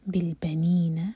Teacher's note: میم کے بعد ہے با اخفاء شفوی میم کو ہولڈ کریں گے پھر با پڑھیں گے